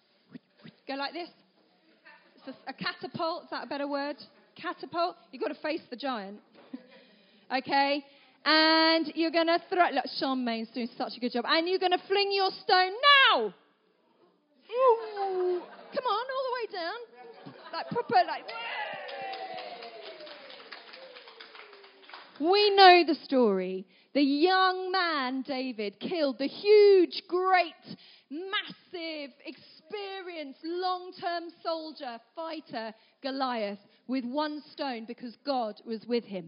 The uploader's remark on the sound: At our 3t family gathering